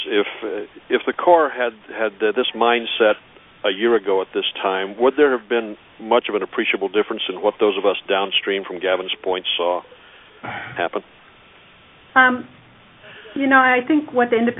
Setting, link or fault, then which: link, phone line